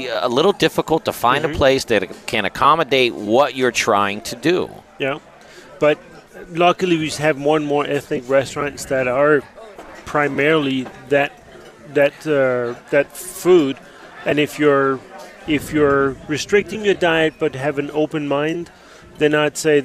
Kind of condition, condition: setting, busy venue